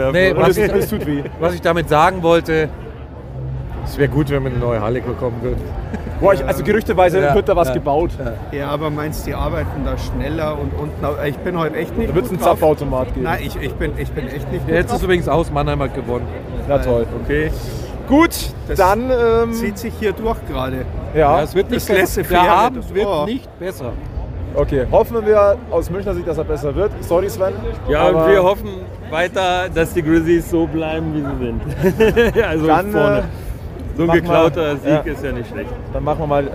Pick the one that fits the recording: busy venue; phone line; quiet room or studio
busy venue